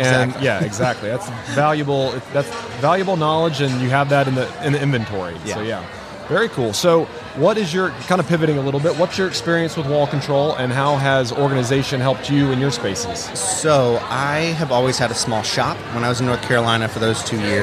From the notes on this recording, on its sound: LIVE from HAVEN 2022